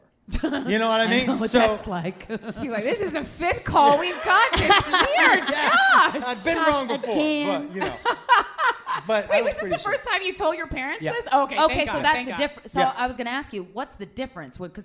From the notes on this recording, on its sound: Live from Nashville. We’ve got an extra special LIVE episode for you!